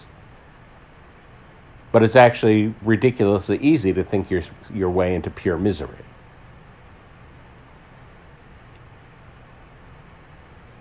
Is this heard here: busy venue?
no